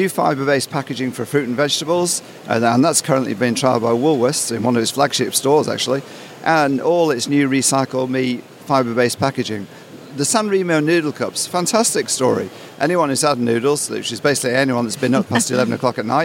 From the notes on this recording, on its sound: This month's edition was recorded at the Auspack trade show in Melbourne.